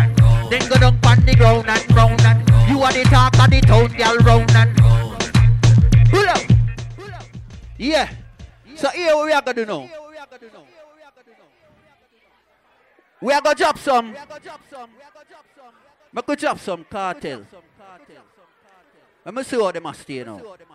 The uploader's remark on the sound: Live at Island Saturdays